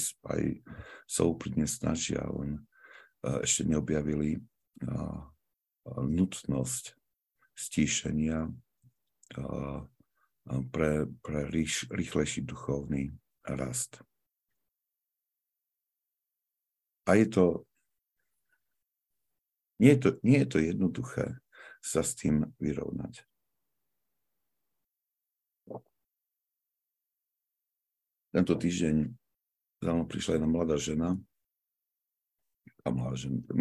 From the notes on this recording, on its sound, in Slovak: Pravidelné online stretnutia prostredníctvom ZOOM.